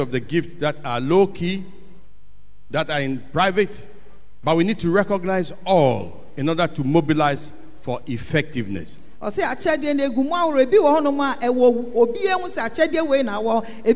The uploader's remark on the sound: Sermon preached at CBC Adabraka/Shiashie Campuses